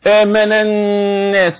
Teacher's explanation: كلمة الناس هنا نون مشددة، وأي نون مشددة في المصحف بعمل فيها غنة